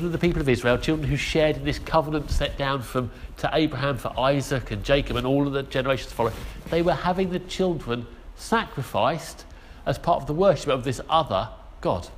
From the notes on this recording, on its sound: Our sermon from the 9am service.